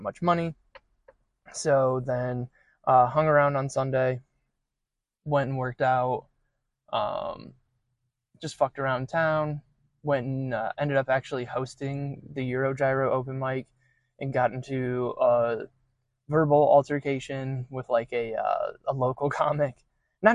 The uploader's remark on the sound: Recorded in my car at a local park.